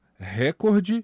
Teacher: Também aqui nós estamos diante de uma palavra paroxítona. Significa dizer que a sílaba tônica da palavra é a segunda. Então, nós devemos pronunciar recorde.